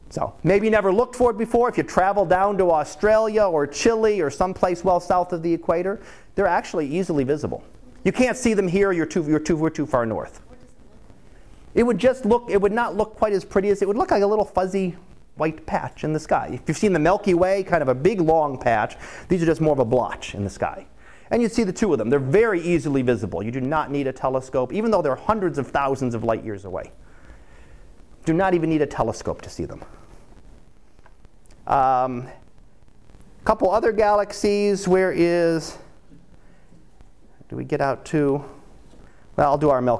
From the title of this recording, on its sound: Live Class Lecture